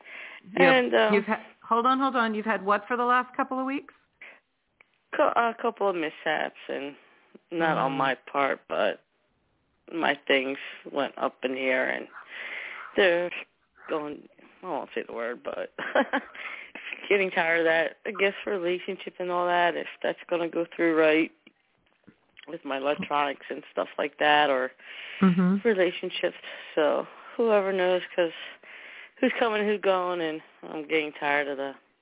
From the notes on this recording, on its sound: in response to callers' questions